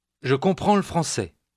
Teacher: noticing how the L sound gets tacked on to the word before